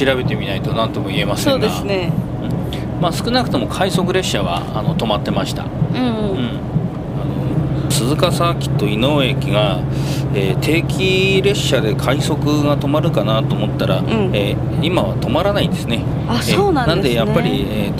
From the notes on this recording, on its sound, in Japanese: 実車収録 HC85系で紀伊長島まで行って来ました！